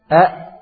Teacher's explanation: makhraj dari hamzah, yaitu di pangkal kerongkongan